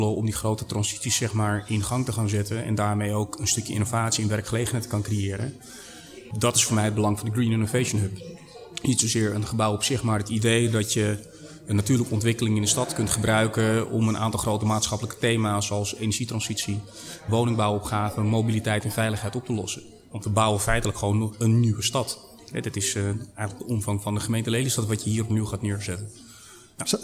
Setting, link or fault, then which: setting, busy venue